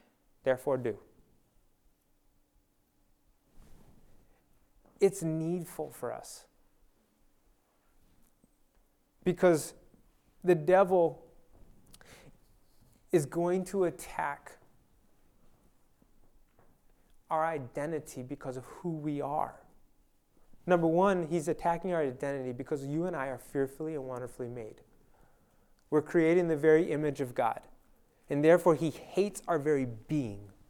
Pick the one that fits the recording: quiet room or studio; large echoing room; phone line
large echoing room